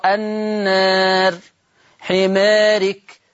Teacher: إذا جاء بعد الألف المادية راء متطرفة ومكسورة فحكم الألف التقليل قولا واحدة، يبقى لازم أقلل الألف، يعني تقرأ النار حمارك، يبقى لازم أقلل الألف.